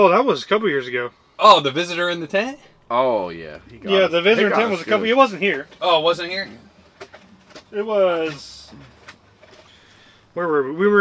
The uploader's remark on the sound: Live from deer camp we recorded an episode from the annual scouting and shed hunting trip.